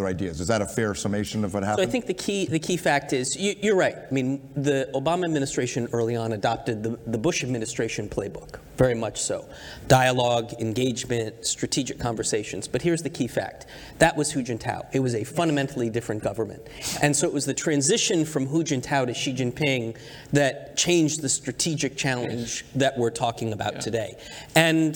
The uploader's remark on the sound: a special series of recordings from the United States Studies Centre’s inaugural Sydney International Strategy Forum